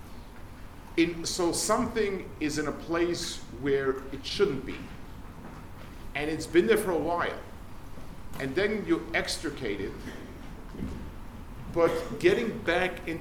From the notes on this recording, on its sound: Delivered at Hasmonian High School, London 1/22/23